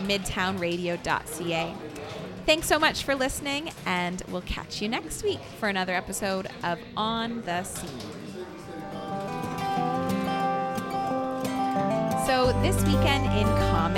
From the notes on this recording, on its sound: ON THE SCENE. Broadcasts live from AOK Game Bar, one of Downtown Kitchener's most fun and unique spaces.